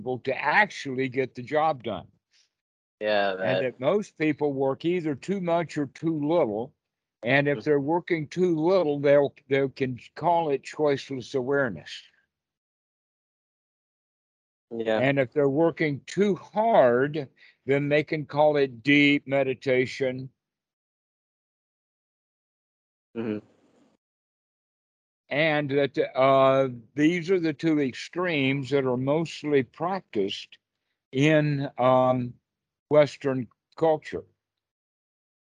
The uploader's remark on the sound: skype calls